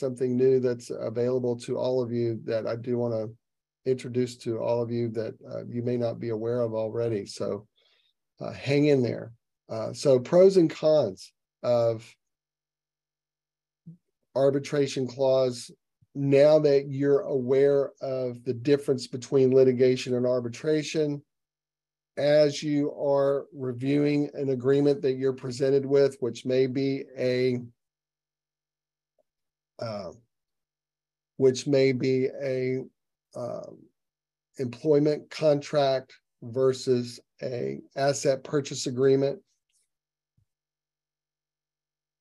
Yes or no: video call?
yes